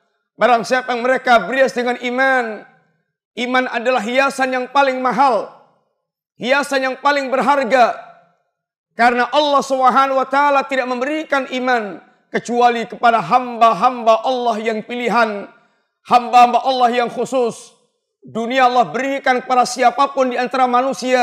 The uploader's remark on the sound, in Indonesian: Ini adalah rekaman live Khutbah Jumat